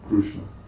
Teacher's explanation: the vocalic R is pronounced by the Oriyas as Ru